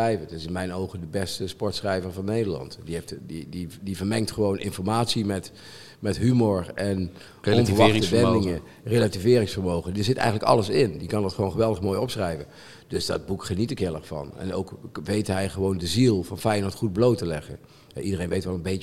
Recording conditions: busy venue